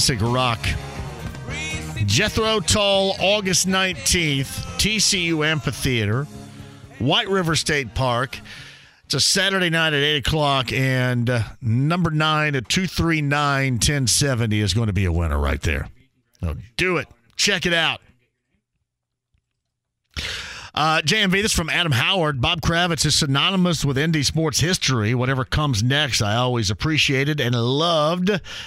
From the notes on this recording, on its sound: talks to some listeners over the phone